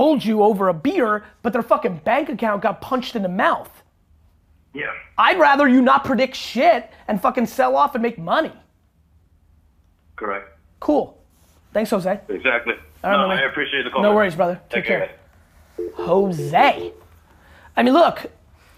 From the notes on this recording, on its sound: call-in show